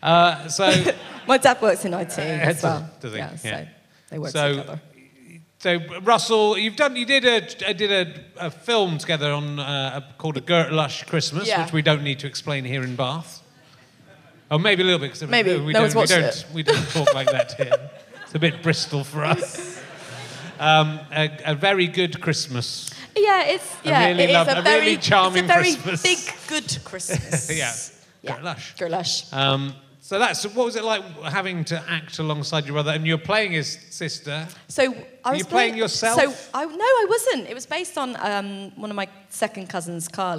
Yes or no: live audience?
yes